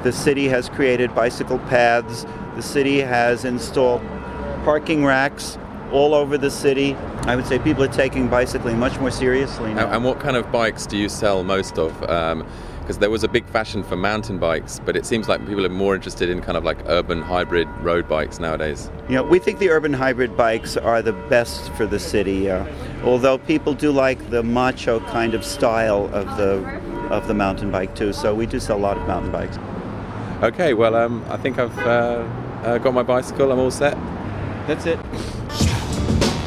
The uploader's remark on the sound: Takes to the streets of Manhattan on a sunny spring Sunday and meets cyclists and assorted Gotham oddballs.